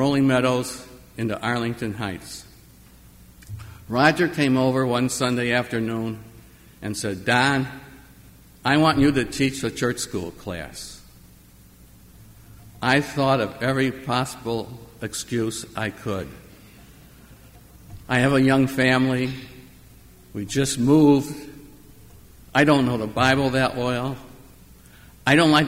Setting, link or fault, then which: setting, large echoing room